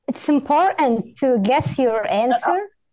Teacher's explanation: You said it's important to know your, but then you said answer? You had a rising intonation. So in English, if you rise your intonation, it's a question, right?